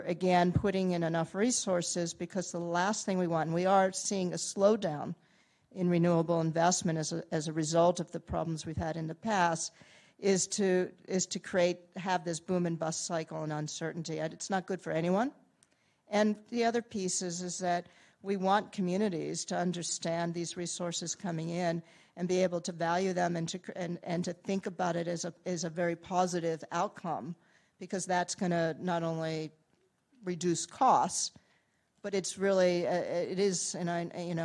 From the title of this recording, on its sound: Keynote presentation